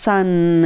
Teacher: 息が鼻に抜けるので鼻声になるっていう音になります